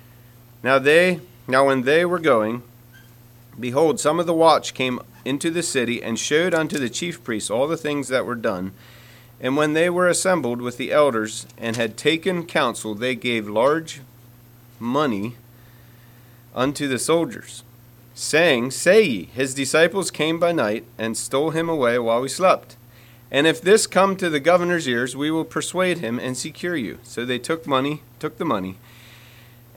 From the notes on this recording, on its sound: Message preached at Word Of Hope Mennonite Church